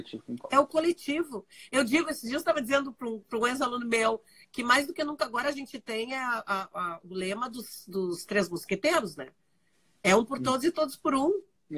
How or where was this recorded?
video call